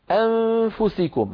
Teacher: أنفسكم، هذه النون بعدها فاء، نون ساكنة بعدها فاء، فحكمها الإخفاء